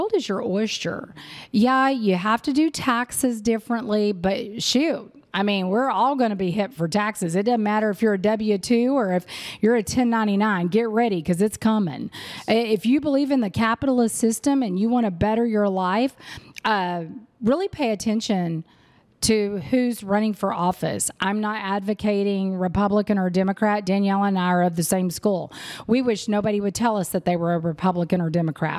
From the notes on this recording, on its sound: Live from 8% Nation in Dallas! I was so honored to be able to sit down and speak with two trailblazers in our industry.